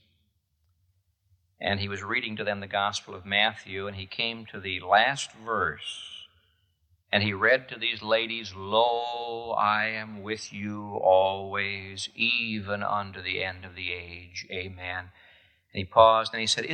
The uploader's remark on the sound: This message was preached at the Moody Church in Chicago, IL on April 2, 1978.